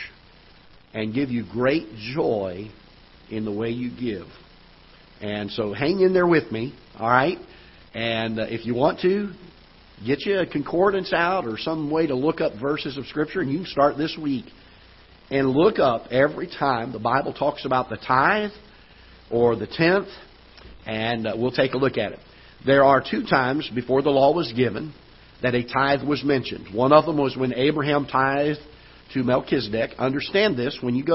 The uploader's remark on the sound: Ketha Heights Baptist Church ~ Live Broadcast